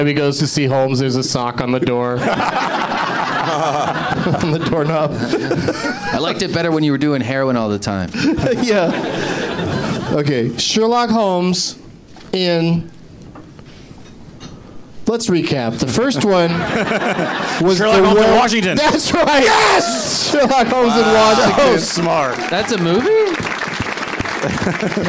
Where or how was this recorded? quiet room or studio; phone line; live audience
live audience